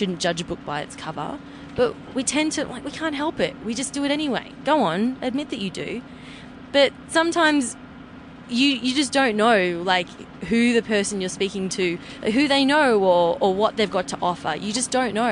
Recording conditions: inside a vehicle